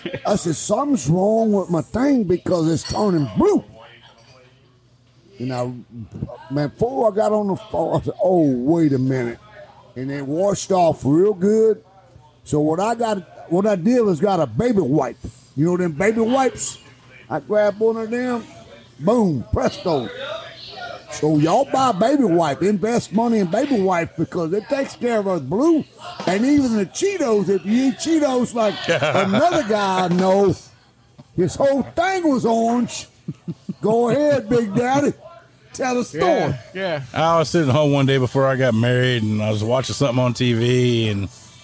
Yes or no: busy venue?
yes